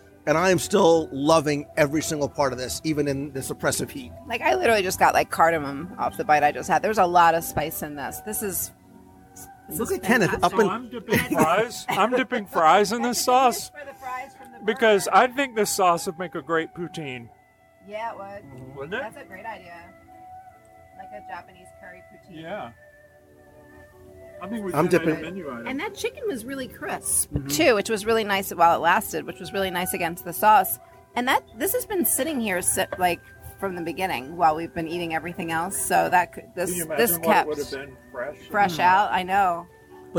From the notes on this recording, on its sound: Live Review of Katsura Grill in Japan in EPCOT. As we gather around a table in the outdoor, upper level seating area at Katsura Grill in the Japan pavilion in EPCOT.